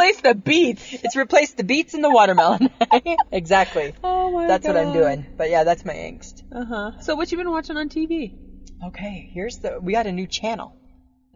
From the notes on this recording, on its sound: end up recording in a different Safeway parking lot